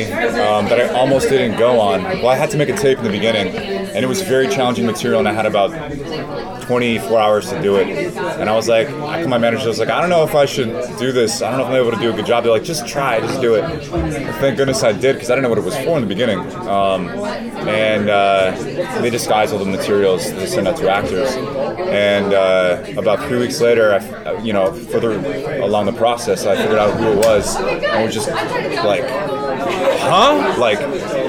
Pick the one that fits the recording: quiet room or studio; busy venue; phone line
busy venue